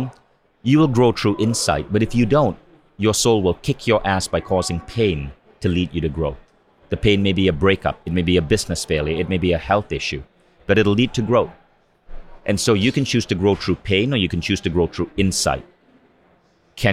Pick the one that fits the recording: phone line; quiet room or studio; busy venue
busy venue